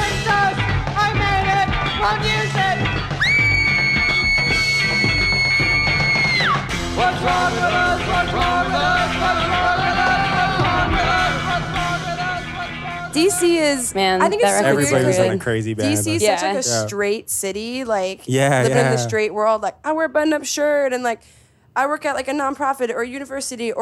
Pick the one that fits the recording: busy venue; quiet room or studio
busy venue